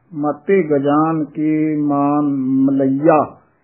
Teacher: ਮਾਤੇ ਪਦ ਕਸਕੇ ਬੋਲਣਾ, ਗਜਾਨ ਪੂਲਾ ਹੀ ਬੋਲਣਾ ਹੈ। ਮਾਤੇ ਗਜਾਨ ਕੇ ਮਾਨ ਮਲਈਆ, ਇਹ ਵੀ ਮਲਿਆ ਨਹੀਂ ਕਹਿਣਾ।